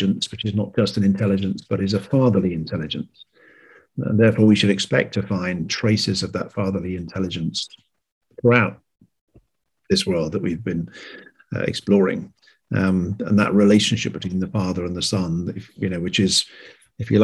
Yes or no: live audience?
no